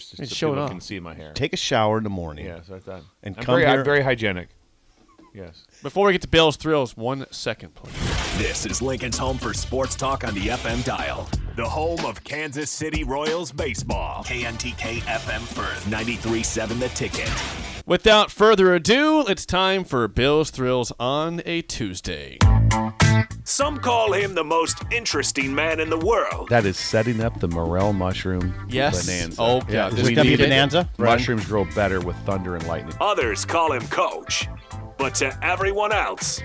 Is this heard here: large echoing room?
no